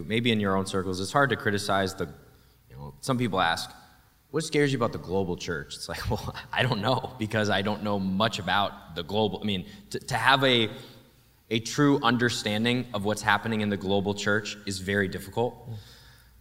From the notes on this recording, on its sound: We recorded a live podcast at our Conference